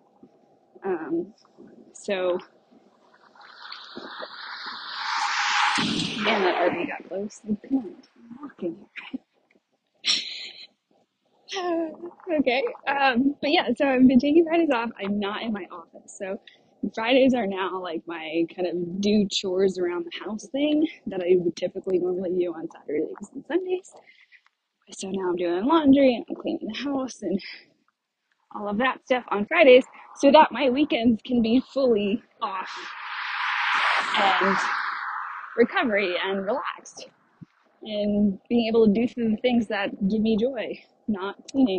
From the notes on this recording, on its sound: I recorded this episode while on a walk in my neighborhood and the audio starts out a little broken-up but it does get clearer about 2 minutes in!